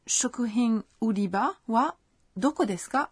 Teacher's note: Cette phrase est une question puisqu'elle se termine par ka. Alors assurez-vous de la prononcer en haussant l'intonation.